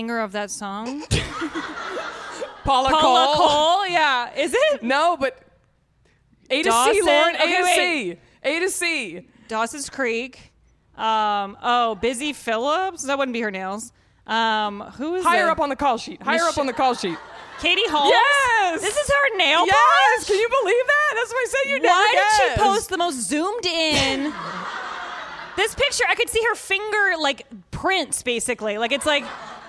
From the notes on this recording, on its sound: Natch Beaut Live at Orly Color Labs. Thank you to Orly Color Labs for hosting the Natch Beaut Live show.